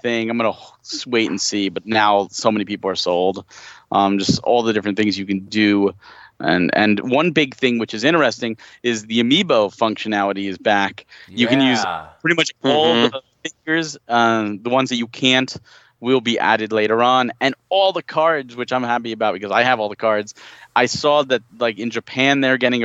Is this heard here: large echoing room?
no